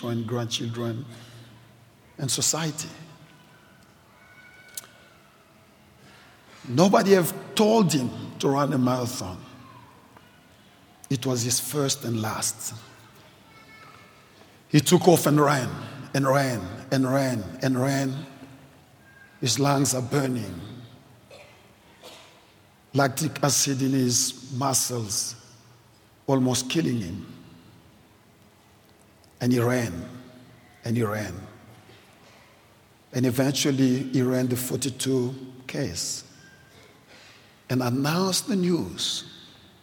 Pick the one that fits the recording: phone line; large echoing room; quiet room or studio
large echoing room